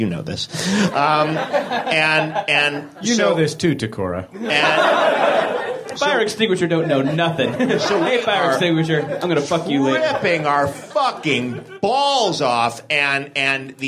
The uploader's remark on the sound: Live at the UCB Theater in Los Angeles